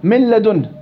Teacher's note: ذهبت ذات النون بتحويل النون إلى لام، فأصبحت عندي لام ساكنة ولام متحركة يصبحان لاما واحدة مشددة · Term: إضغام كامل